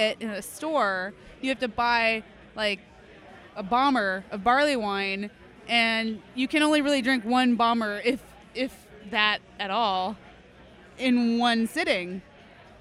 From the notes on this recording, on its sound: These recordings were taken at last year's Hard Liver Barleywine fest at Brouwer's Cafe (Seattle, WA). I talk to people about why they love barelywine and why Hard Liver is the best beer event of the year.